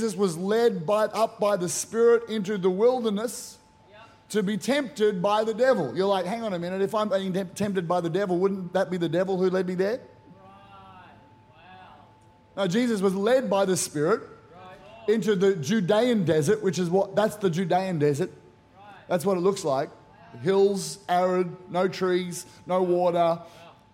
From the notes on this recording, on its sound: Powerhouse Conference 2023: Glory To Glory. Recorded during our the first session, 6:30pm.